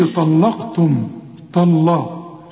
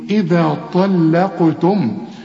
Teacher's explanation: اللام زي ما أنا قلت لك في أول الشريط مرققة، الطاء مفخمة، القاف مفخمة · Shown in: second take